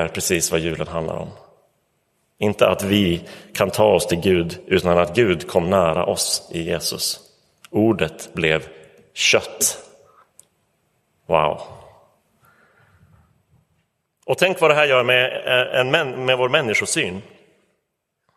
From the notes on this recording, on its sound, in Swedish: Inspelad i Roseniuskyrkan den 25 december 2023.